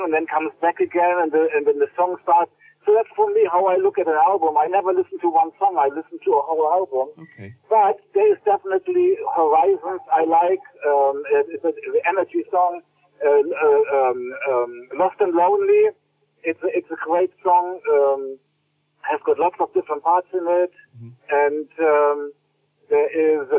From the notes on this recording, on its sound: A recent phone conversation